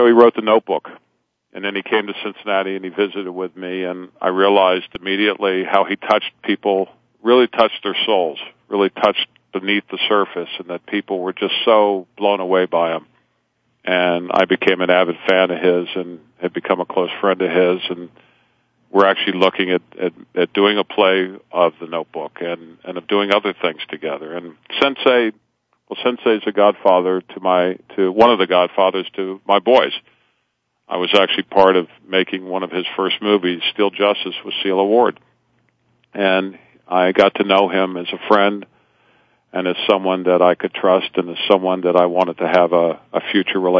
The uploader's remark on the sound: Takes questions from his listeners that call. This will be a guest-free episode. As always, there will be a few surprise callers.